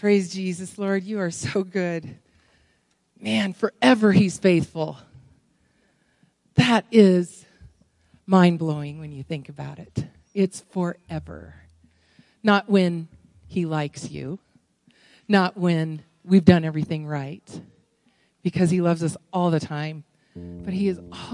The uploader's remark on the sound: Woodland Life Church Live